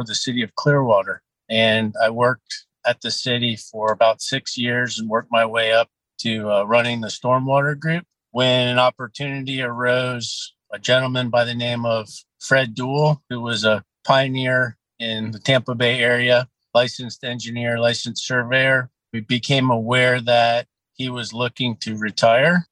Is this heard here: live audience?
no